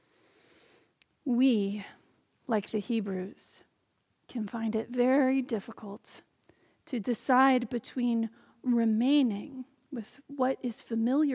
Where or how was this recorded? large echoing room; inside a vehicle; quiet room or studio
large echoing room